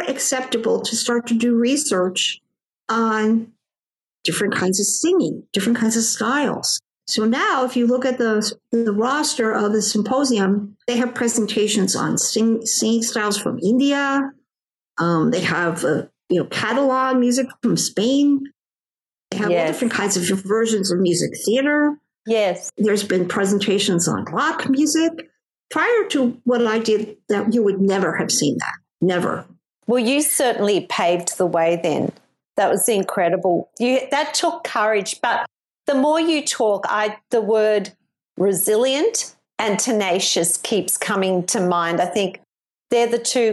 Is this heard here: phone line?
no